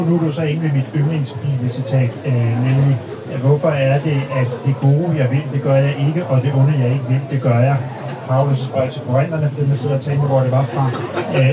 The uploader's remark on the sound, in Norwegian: (dårlig lyd)